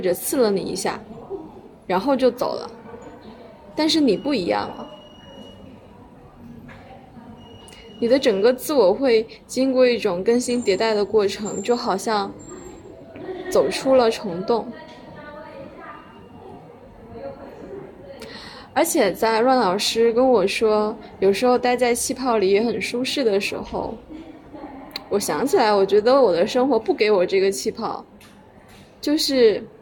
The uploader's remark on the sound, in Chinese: 我决定不配bgm也不剪辑了，保留一些原生态的声音，裸电台。如果里面有音质差，就是我按了暂停继续录，因为我在走廊录的音。电话铃和物品磕碰的声音把真实的场景感带出来了。